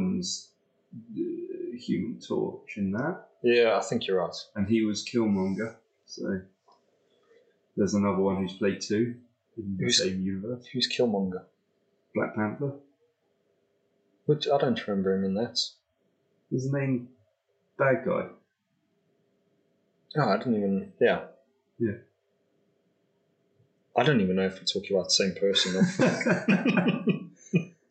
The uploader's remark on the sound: Apologies for the audio issues this week. We had an issue with the sound card.